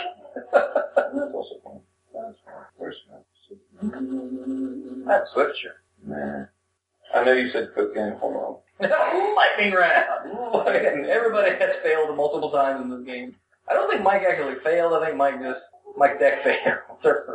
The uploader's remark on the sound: Live from Our Secret Undersea Base. The dorks dredge up an old live episode we had in the can. The sound is a little off.